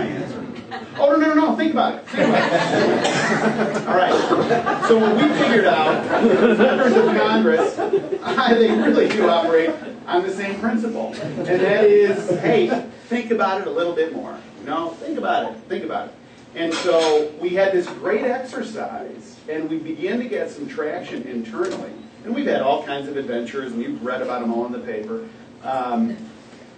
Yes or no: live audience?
yes